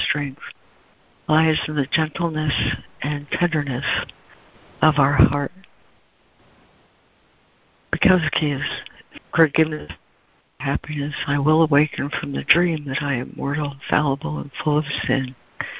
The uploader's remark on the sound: ACIM Daily Conference Call.